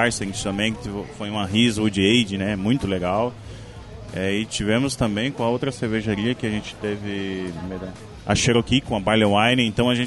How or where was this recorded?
busy venue